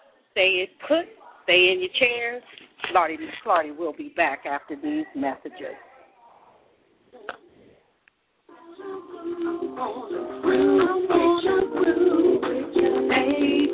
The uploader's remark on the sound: broadcasting live in Columbus, Ohio at the Shoppes at 1030 Alum Creek Drive